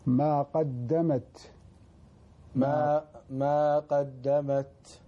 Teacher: التاء ساكنة، فتأخذ حكم الهمس، يعني همس هو لا يرقى إلى القلقلة، وإنما همس خفيف